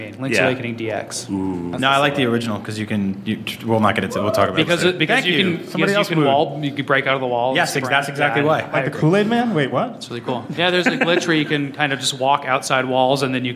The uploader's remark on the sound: Nintendo Voice Chat Live: Our NVStreetPass Event. IGN hosted a StreetPass event and recorded a live Nintendo Voice Chat.